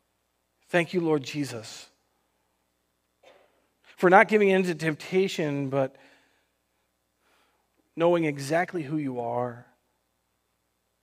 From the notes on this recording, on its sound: Recorded on June 28th, 2020 at Word of Life Church in Le Sueur, MN.